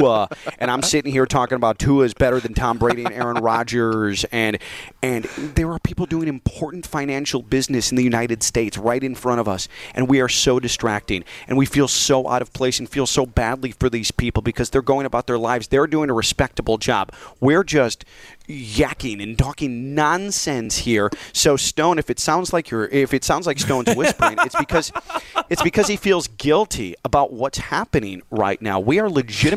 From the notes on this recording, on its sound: We're live from iThink Financial in Boca for another Shred Day!